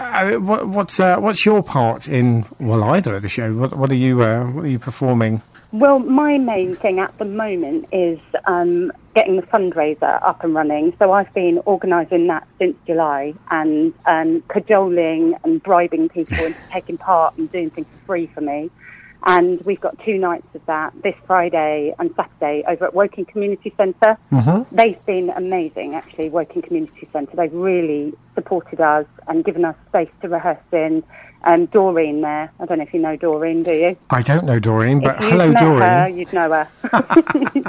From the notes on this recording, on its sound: joined on the phone